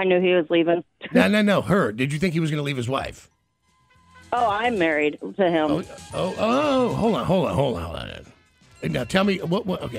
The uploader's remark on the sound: When our listeners call in to play the Adult Toy Price Is Right.